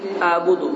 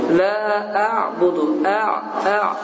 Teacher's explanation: Elif ile başlayıp biraz boğaz yani sıkılmalıdır. · Shown in: second take · Term: ayn